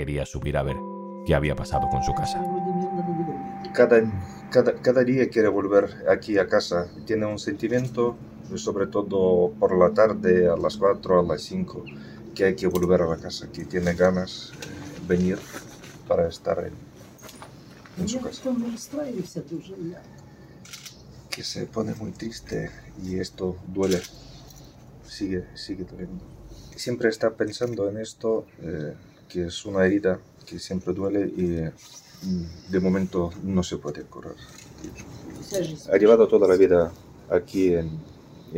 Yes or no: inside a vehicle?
yes